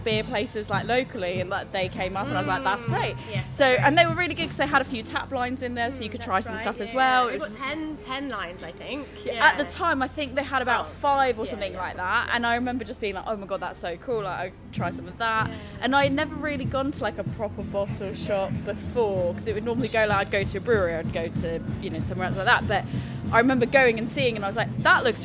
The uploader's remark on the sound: While at Bristol Craft Beer Festival